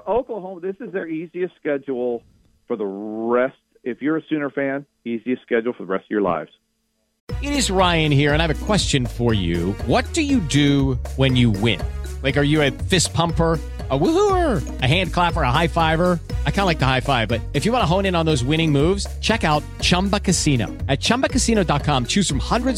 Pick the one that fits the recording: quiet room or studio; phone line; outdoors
phone line